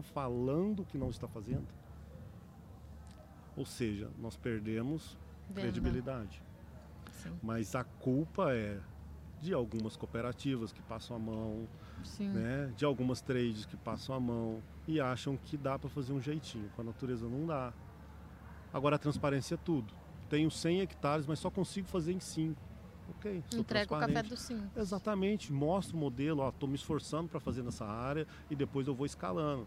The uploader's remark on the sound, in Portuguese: Os episódios foram gravados durante o Campeonato Brasileiro de AeroPress, que aconteceu nos dias 28 e 29 de outubro em Campinas/SP